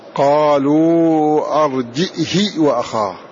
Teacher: وابن ذكوان يقرأ بالهمز وكسر الهاء من غير صلة